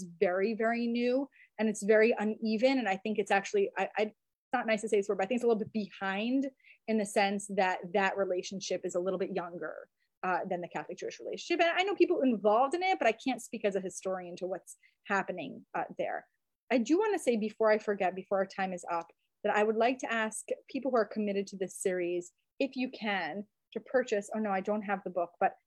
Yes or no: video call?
yes